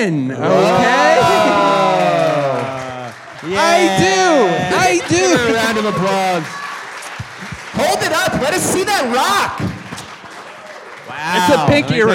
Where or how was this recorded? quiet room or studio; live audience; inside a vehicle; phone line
live audience